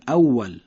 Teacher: اما واو عربی از بین دو لب ادا میشه